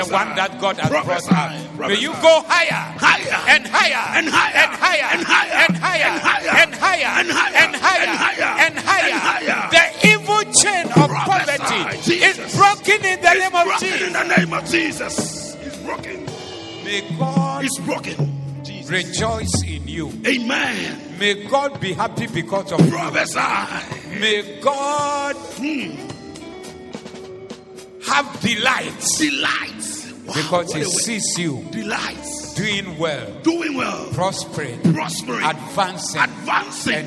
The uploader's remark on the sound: Preached at the Zeloo Service